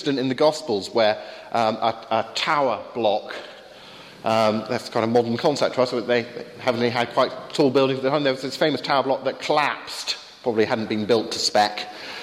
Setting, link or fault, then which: setting, live audience